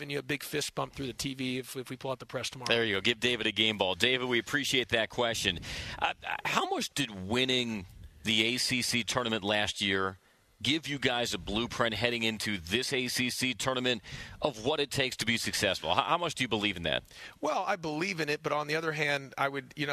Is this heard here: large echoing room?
no